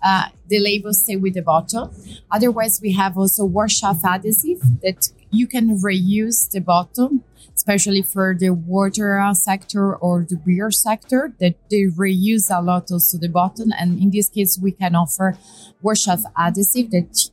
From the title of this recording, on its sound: Live from Packaging Premiere Milan